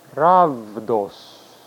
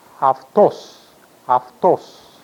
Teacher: First of all, the beta was being pronounced like a V sound, as it is today in modern Greek. And the diphthong, raudos, was being pronounced ravdos, as it is today in modern Greek. So if you go to modern Greece today, and you see this word, it's not autos, but aftos, aftos.